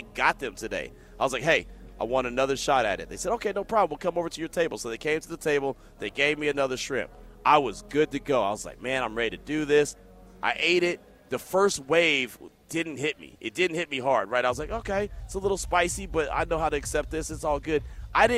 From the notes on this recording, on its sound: LIVE FROM THE COMBINE.